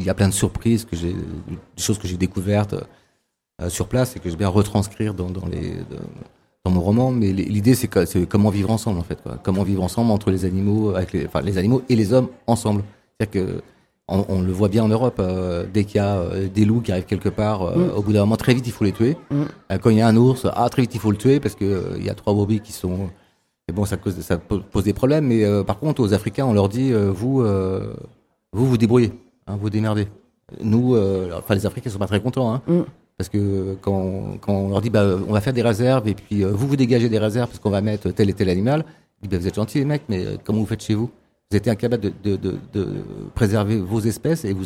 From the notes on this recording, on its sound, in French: Plateau en direct sur le stand de la FRAMA : Fédération Régionale des Radios Associatives Maine Anjou.